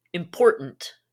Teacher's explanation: I do sort of swallow up that first T. The last T's there. Well, you can almost use it as a D.